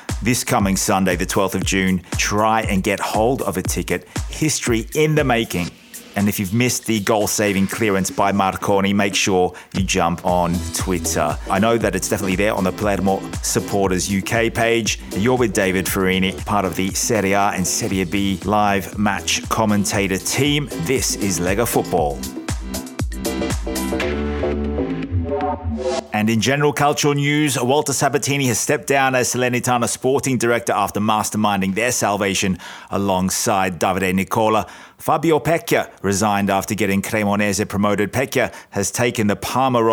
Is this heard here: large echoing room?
no